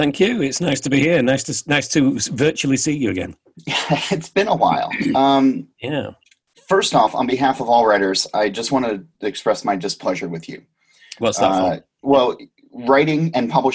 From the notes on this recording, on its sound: Joined the show via Zoom. From London.